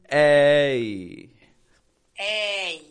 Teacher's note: We are going to bring it up, and as it comes up, it kind of fades away in the sound. It goes from being that strong eh to a fading e.